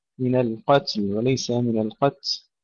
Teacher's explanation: والفتنة همس التاء أشد من القتل، من القتل وليس من القتل، ننتبه ألا يضيع حرف اللام مع همس التاء، لا نقول من القتل، من القتل، نهمس التاء مع المحافظة على سكونها ثم نلفظ اللام الساكنة أيضا